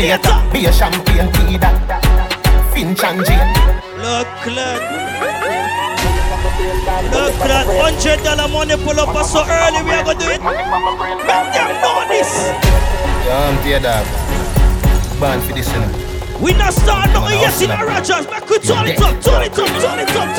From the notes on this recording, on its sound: LIVE AUDIO FROM ROGERS GARDEN WEEKLY SATURDAY VIBES.